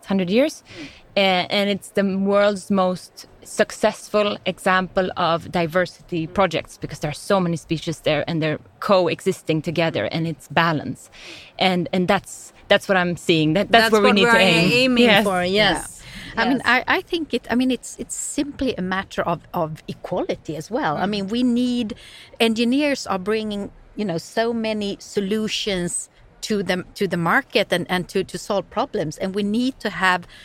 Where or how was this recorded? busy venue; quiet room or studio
busy venue